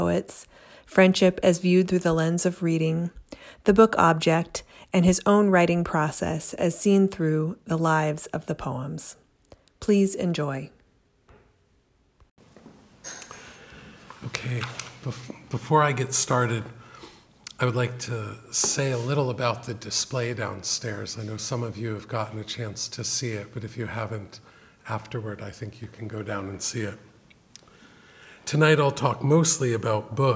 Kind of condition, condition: setting, large echoing room